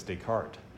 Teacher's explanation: But in French, you say it as Descartes, which is iambic.